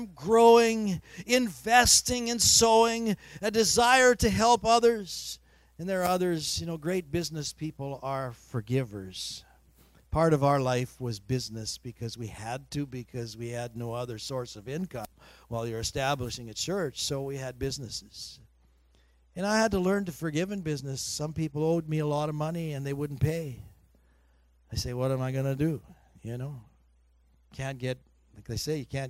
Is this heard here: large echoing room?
yes